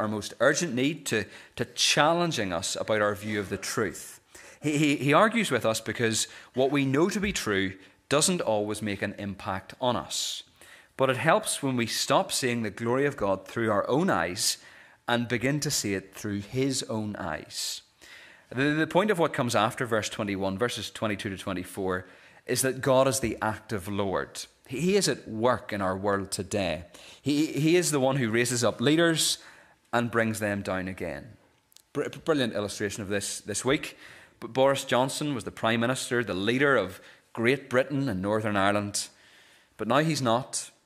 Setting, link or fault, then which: setting, large echoing room